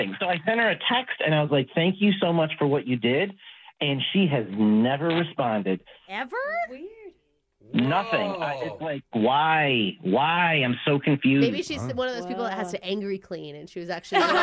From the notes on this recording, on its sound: The guy on the phone today